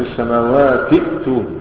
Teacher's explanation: السماوات ائتوني تنطق همزة واحدة لأن الهمزة الأولى اللي هي في الوصل سقطت · Term: همزة الوصل